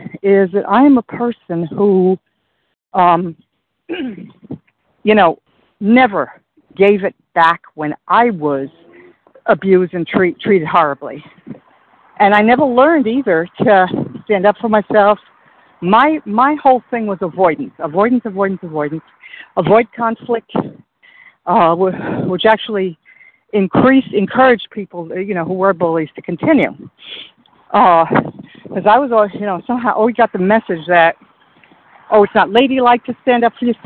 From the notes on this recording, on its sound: 100 Pounders Phone Meeting